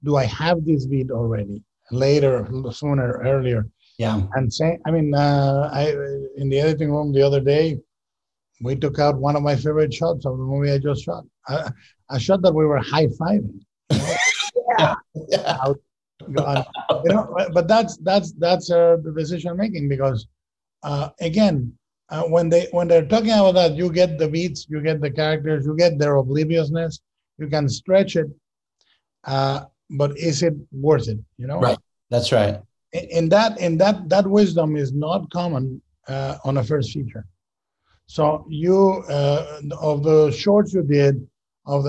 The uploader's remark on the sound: In a spoiler-filled virtual Q&A.